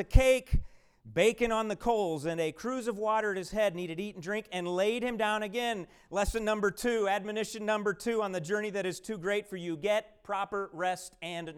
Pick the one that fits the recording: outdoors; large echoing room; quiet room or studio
large echoing room